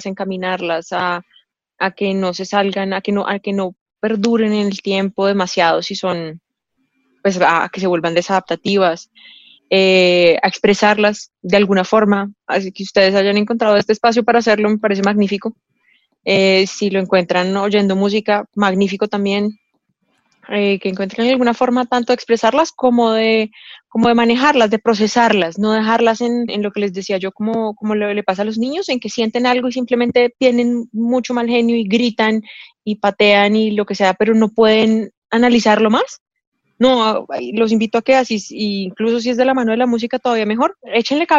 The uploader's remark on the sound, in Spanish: Episodio grabado el 25 de junio de 2020 en línea, desde Bogotá - Colombia y Gante - Bélgica.